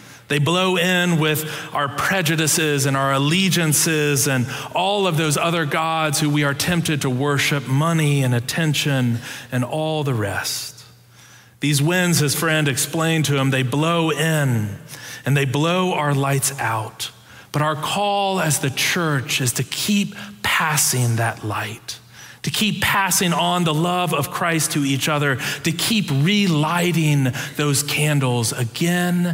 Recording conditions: large echoing room